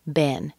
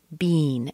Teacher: Ben in the United States is pronounced B, E as in egg, N, Ben. If you go to some regions, especially in Canada, you might hear bean, a long E.